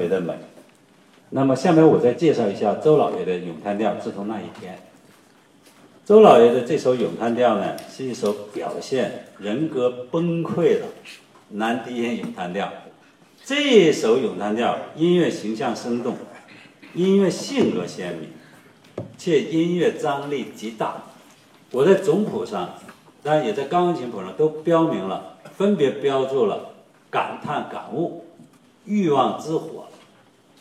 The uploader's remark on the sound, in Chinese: 今天的节目中，剧小院就带大家来到赏听会现场，抢先感受一下这部歌剧的音乐魅力。